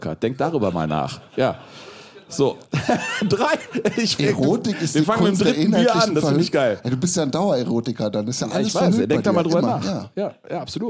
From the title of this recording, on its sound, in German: Live-Show